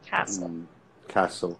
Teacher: So it's not castle, castle. With the T. We don't say the T. · Term: silent